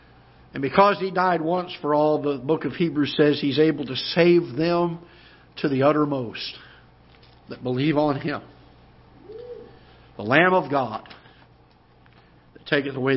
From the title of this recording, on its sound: Ketha Heights Baptist Church ~ Live Broadcast